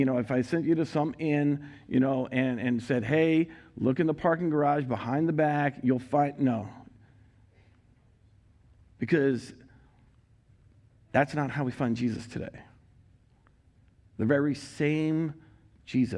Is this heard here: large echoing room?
yes